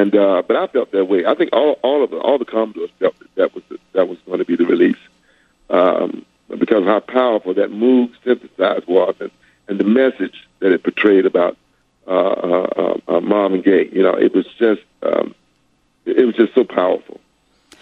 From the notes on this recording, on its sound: called in to chat